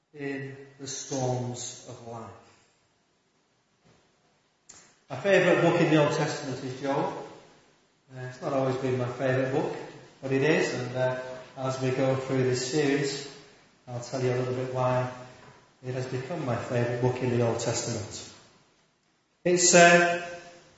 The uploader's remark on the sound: Apologies for poor quality of recording